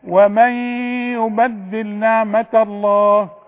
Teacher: في غنة هنا نون بعدها ياء، والياء من حروف الإدغام